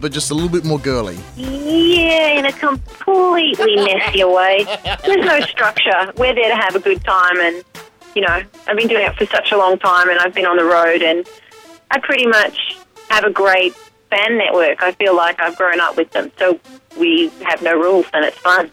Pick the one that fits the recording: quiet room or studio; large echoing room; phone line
phone line